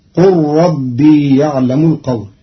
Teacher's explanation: قرأ قالون كلمة قال بضم القاف وحذف الألف وإسكان اللام مع إدغامها في راء ربي